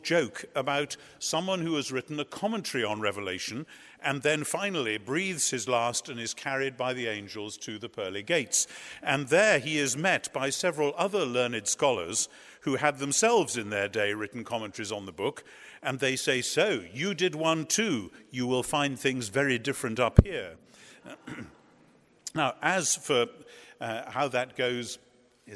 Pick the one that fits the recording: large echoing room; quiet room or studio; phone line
large echoing room